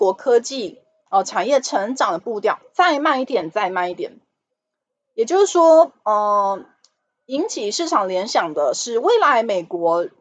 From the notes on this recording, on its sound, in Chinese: 本集有些許雜音，已亟力避免，如有察覺請多多包涵。